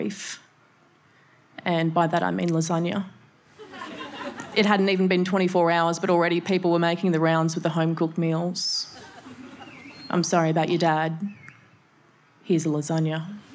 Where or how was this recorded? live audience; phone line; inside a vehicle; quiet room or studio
live audience